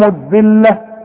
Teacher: الذلة طلع لسانك واللام مرققة